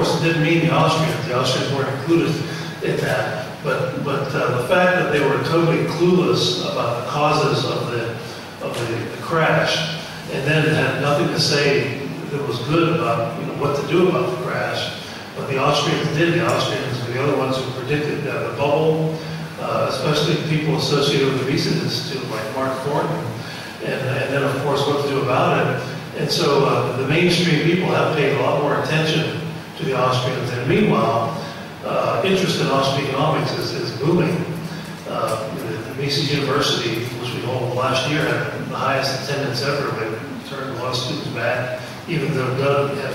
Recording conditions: live audience